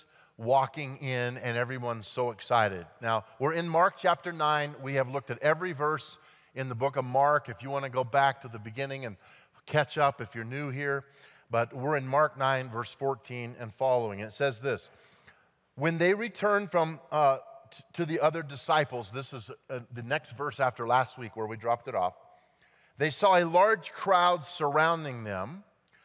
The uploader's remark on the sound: at Timberline Church